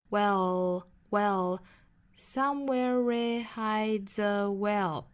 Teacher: 这个单词最后注意这个舌侧音